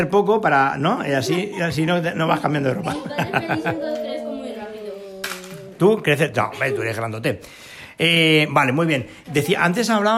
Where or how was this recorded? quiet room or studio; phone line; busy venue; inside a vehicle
busy venue